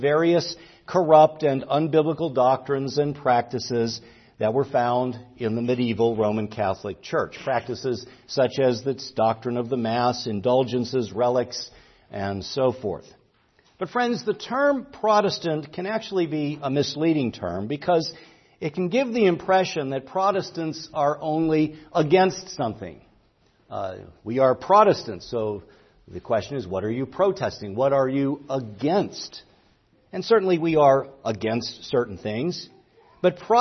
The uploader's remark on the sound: preached at Grace Orthodox Presbyterian Church in Sewickley, PA, during the morning Worship Service on Sunday, October 22, 2023.